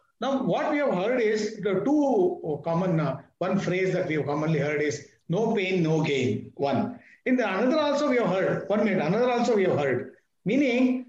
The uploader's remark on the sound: Audio recording of the video conversation.